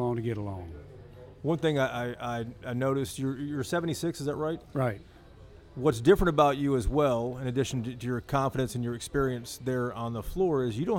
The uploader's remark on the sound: This episode was recorded at the iconic Stoneleigh P in Dallas